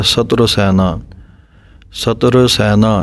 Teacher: ਵਿਚਰਤੇ ਨਿਰਭਯੰ ਇੱਥੇ ਜਮਕ ਹੈ, ਸਤਰੁ ਸੈਨਾ ਸੱਸਾ ਤੱਤਾ ਪੈਰ ਚਰਾਰਾ ਥੱਲੇ ਔਂਕੜ, ਥੋੜ੍ਹਾ ਜਿਹਾ ਇਸ਼ਾਰੇ ਮਾਤਰ ਔਂਕੜ ਵੀ ਬੋਲਣੀ ਹੈ